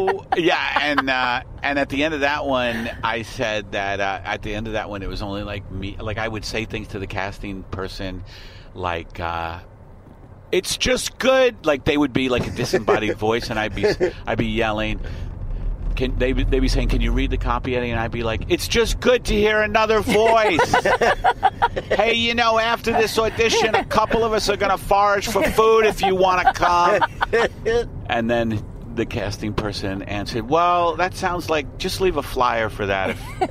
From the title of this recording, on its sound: In the Car